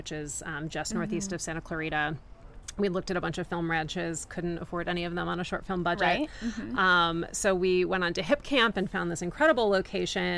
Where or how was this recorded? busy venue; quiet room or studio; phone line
busy venue